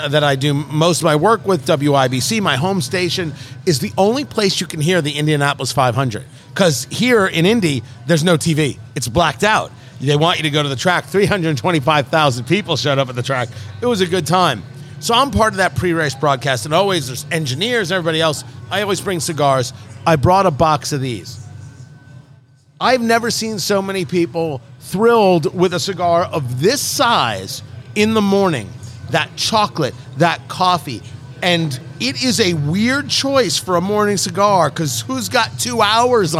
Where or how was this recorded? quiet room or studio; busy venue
busy venue